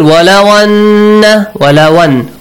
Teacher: You basically pronounce the wow. You didn't pronounce the Hamza.